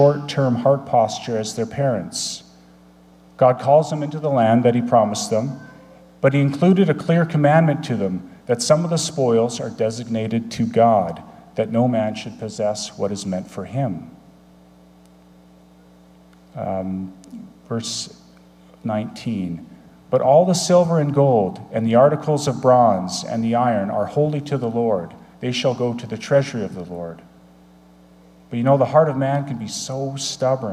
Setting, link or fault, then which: setting, large echoing room